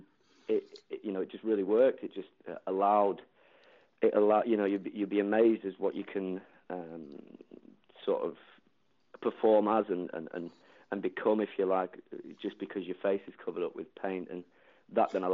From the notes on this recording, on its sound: over the phone